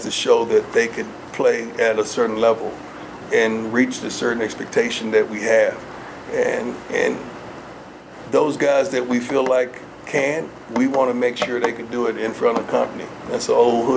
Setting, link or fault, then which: setting, busy venue